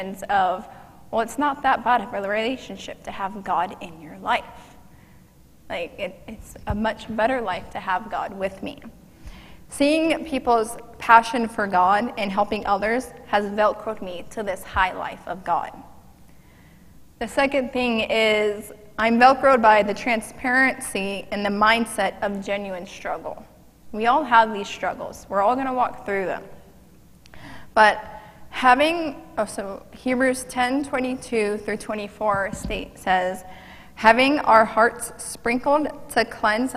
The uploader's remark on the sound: Mt. Zion Church Live!